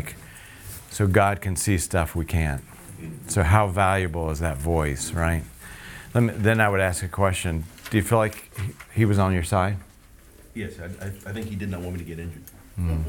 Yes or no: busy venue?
yes